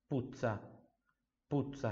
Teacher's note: essa dopla z aqui tem som de ts igual pizza